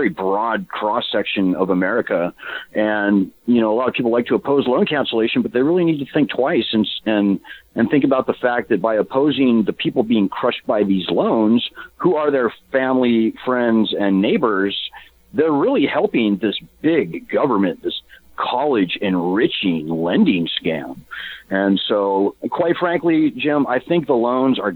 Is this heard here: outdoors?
no